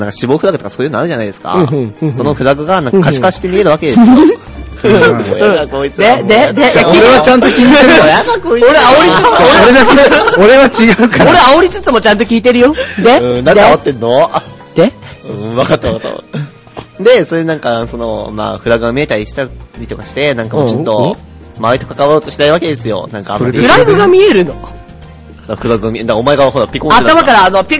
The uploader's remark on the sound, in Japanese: 今回時間が少し長いためビットレートをさげて容量を下げましたので少し音質が悪いかもしれません。